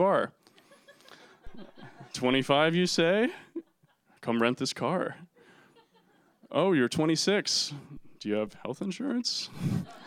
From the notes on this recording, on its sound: Story Slam 2015. For Detours' second live storytelling event, "Story Slam". Performed live standup comedy.